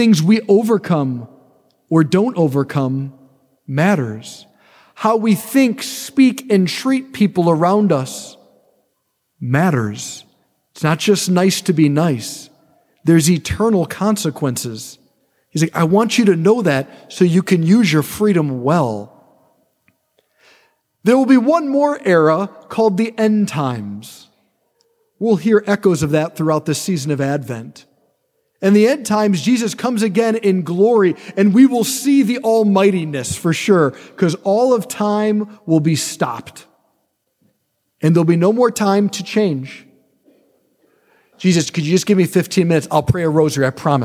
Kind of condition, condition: setting, large echoing room